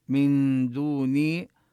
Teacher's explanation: وهنا النون تخفى قبل الدال نخفيها عند الدال